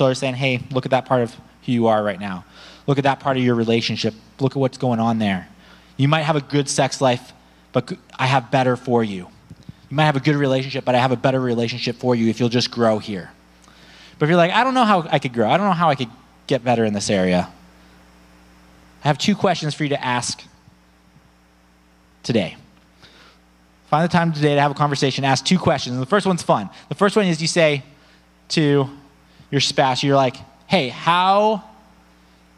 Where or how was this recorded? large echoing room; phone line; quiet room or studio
large echoing room